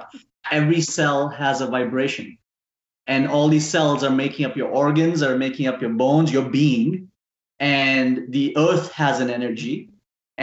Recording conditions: poor sound quality